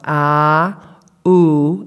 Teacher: The word by and hi actually are constructed with two vowels, and many of our clients will not produce it in that way. Ouch, ow, that's two vowels, ah, oo, and the sequence between them. · Term: diphthongs